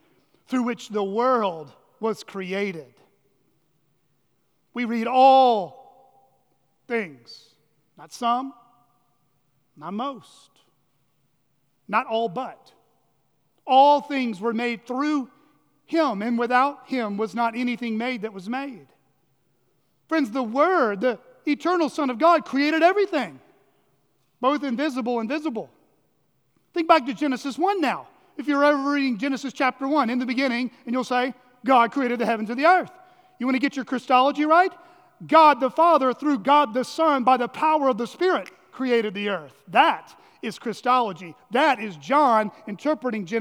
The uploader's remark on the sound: at Chaffee Crossing Baptist Church in Barling, AR.